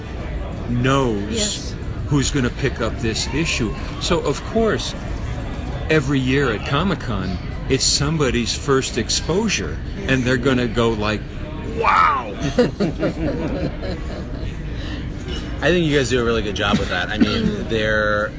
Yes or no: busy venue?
yes